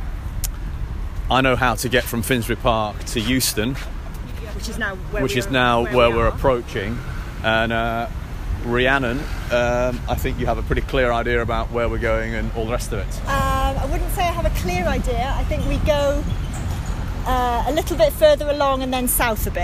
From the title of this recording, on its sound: Walking & Talking Finsbury Park to Green Park